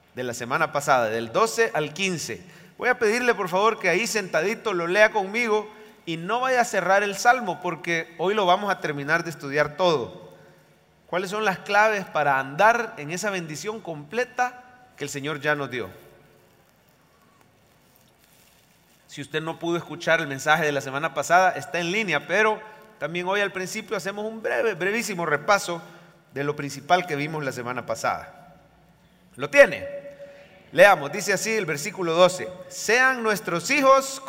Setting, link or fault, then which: setting, large echoing room